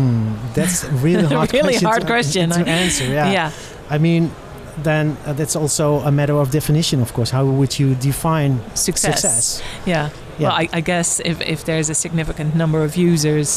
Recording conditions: busy venue